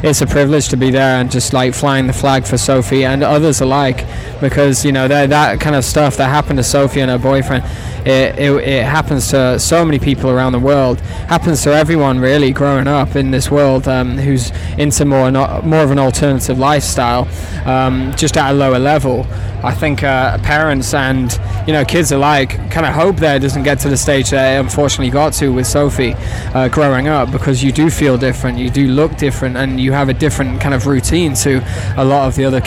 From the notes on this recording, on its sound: From our 'Live from Bloodstock Festival 2022' series - We sit down for a short interview.